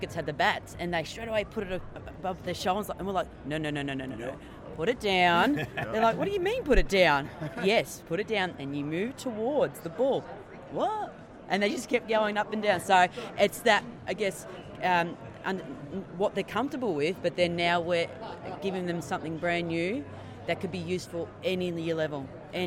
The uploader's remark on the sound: Live from SHAPE Nashville Day 2! SHAPENashville national convention.